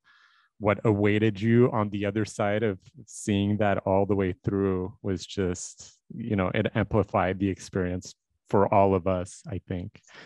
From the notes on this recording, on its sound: I generally start the podcast as soon as I connect with my guest on Zoom. The podcast has a little bit of a jump at the beginning.